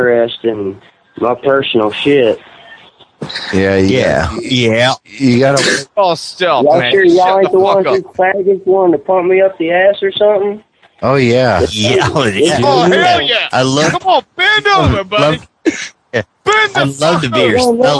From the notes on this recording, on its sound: Prank Phone Calls.